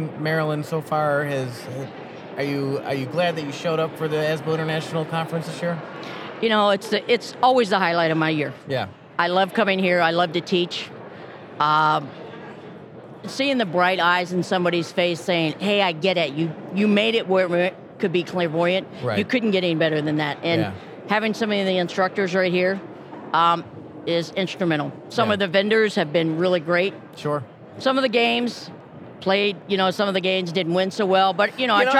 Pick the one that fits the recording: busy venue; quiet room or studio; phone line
busy venue